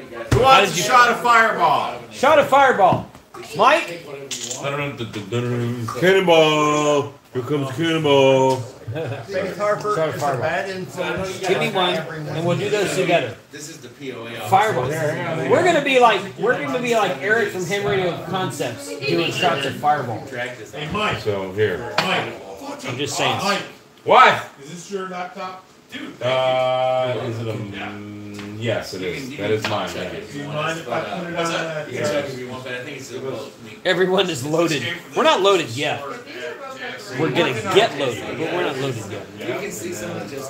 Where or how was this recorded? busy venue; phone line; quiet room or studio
busy venue